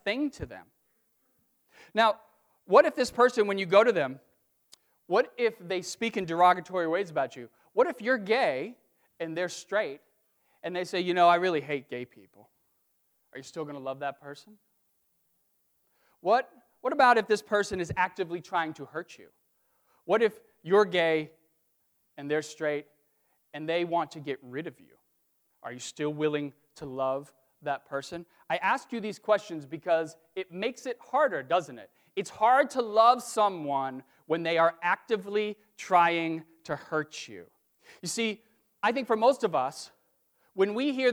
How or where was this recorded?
large echoing room